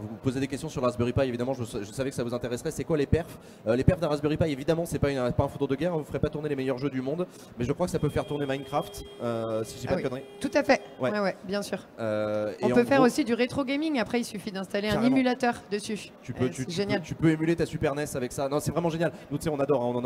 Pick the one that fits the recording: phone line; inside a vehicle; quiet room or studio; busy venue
busy venue